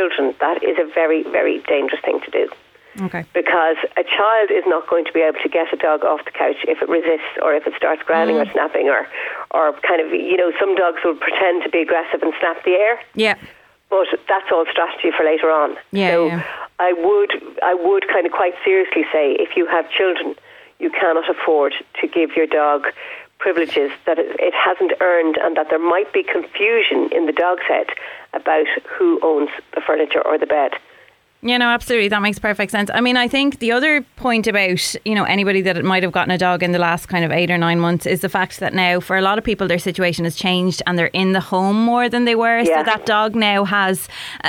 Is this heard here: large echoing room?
no